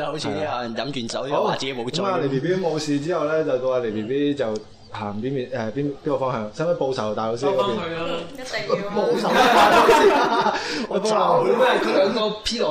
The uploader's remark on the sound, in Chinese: 7.11 SooFM线下活动正式启动。7个小矮人一起录节目玩游戏很过瘾哦。大家也在欢笑声中渡过了有一个愉快的下午。我地用声音还原热闹欢乐的活动现场。